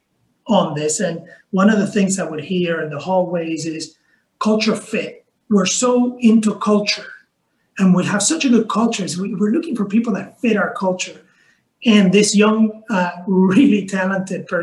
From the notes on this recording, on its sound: In a special conversation, originally hosted at ILPA’s Virtual Summit last fall